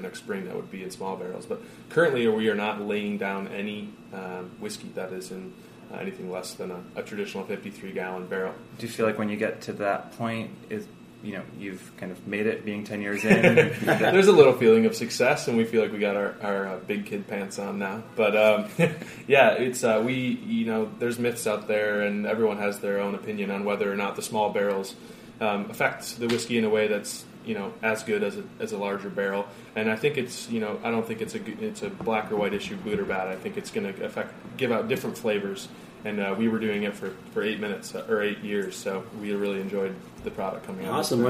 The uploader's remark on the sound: On location at Jimmy’s 43 in the East Village for a special Cider Week edition of Beer Sessions Radio.